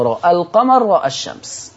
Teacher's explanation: أما لو أنت وصلت فالألف هتحذف لالتقاء الساكنين فتضطر تفتح الراء والهمزة كأنك تنطق لحفص عن عاصم، رأى القمر رأى الشمس.